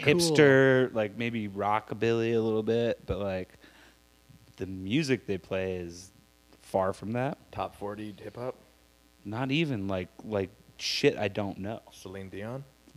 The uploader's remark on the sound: We decided to add some extra hum to the recording...sorry about that.